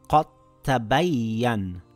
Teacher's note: The dal is dropped in this example and is read as qad tabayyan